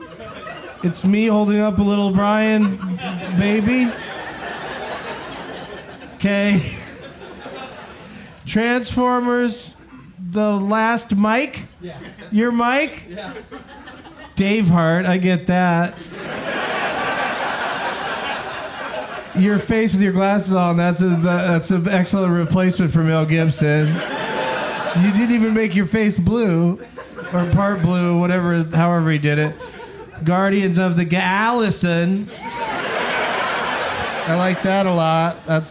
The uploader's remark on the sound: Live from Cap City in Austin.